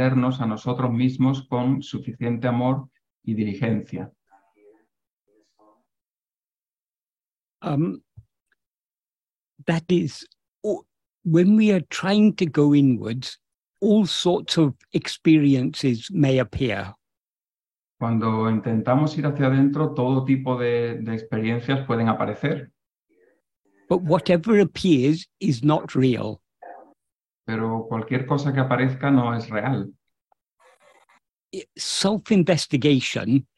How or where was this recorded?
video call